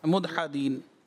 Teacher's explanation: یہاں پر دال میں کلکلہ جی اور پھر ہا کی ادا اور داد